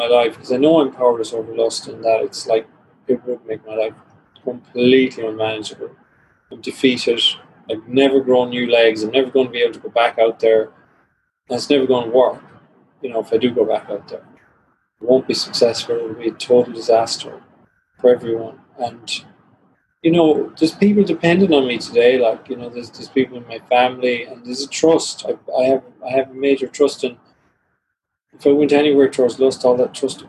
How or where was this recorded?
video call